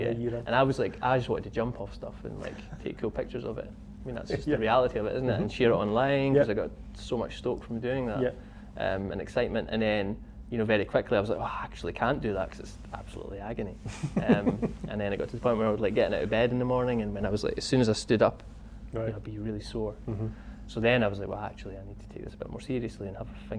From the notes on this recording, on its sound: whilst we were at Fort William Mountain Festival